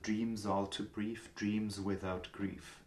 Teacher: Die Plural S am Ende. Also gerade die auch stimmhaft, weil wir immer wieder Stellen haben, wo das dann schön wiederbindet, wieder rüberbindet mit dem Ton.